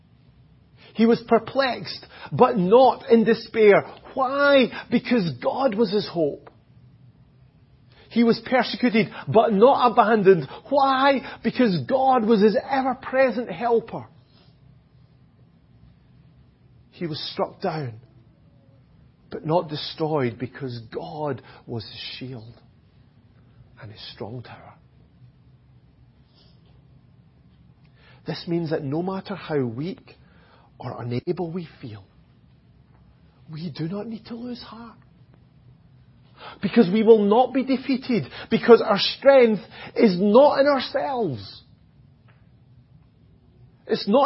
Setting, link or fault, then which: setting, large echoing room